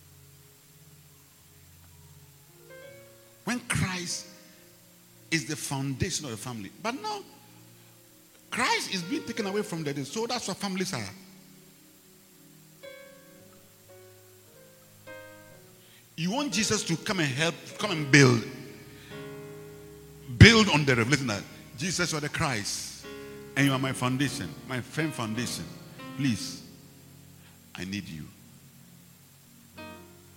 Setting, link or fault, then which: setting, large echoing room